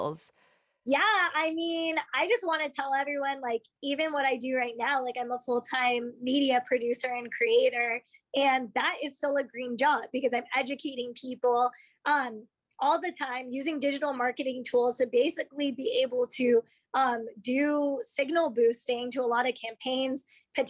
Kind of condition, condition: link, video call